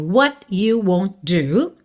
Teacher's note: Won't, com do você liga num som só, ok? Do T e D vira uma coisa só.